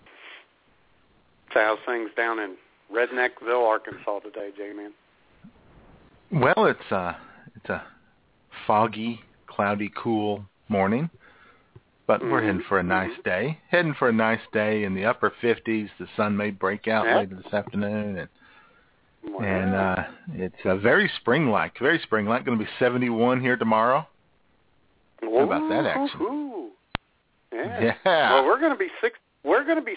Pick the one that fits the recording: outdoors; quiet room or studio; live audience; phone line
phone line